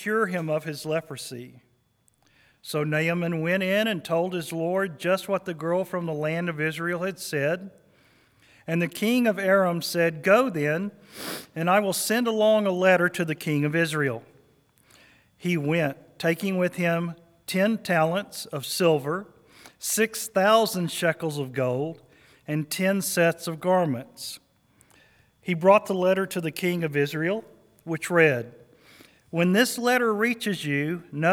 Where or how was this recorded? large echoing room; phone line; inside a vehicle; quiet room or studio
large echoing room